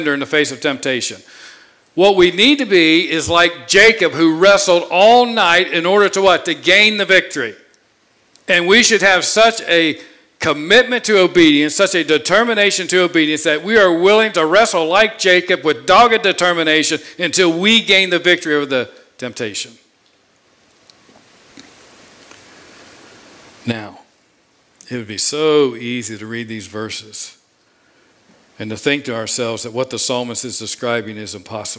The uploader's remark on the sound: preached this sermon on Sunday, August 1, 2021 from the pulpit of Grace Community Church in Berea, KY.